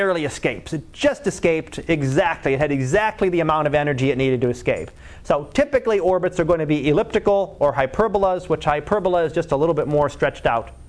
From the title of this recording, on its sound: Live Class Lecture